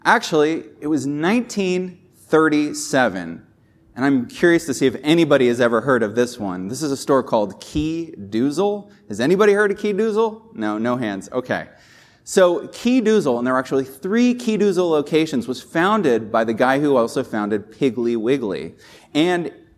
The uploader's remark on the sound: This episode was recorded live from the stage at Retail University, a JLL training event.